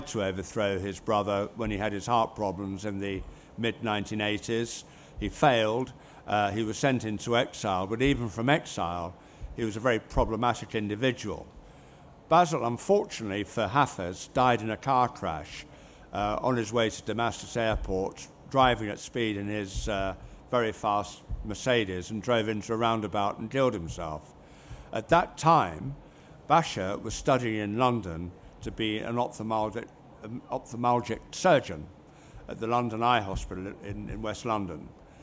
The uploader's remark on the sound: debates at the 2023 Conservative Party Conference in Manchester